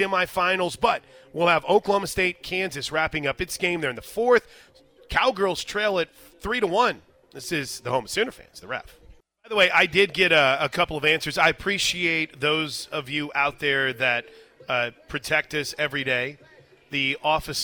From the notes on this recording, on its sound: live from the Big 12 Softball Tournament!